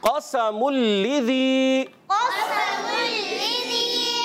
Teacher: قاف کو موٹا رکھیں گے، سین باریک سیٹی کے ساتھ